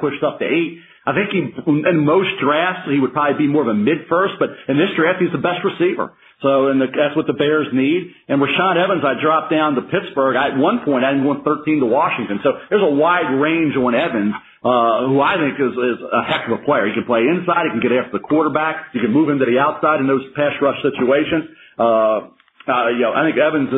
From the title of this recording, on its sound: NFL Draft Conference Call